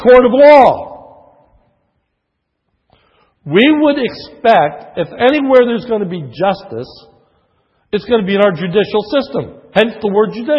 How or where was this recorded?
large echoing room